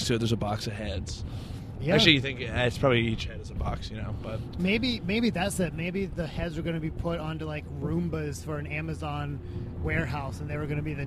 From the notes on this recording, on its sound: The first half of this episode was recorded on the way to an open mic at a roller rink. The second half was on our way back.